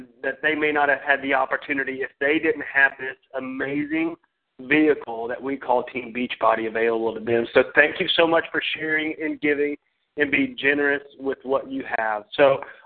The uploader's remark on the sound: Team Elite Conference Call